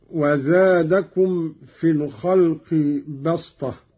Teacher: أبدلت السين صادا لتوافق الطاء في الاستعلاء والإطباق · Term: بالصاد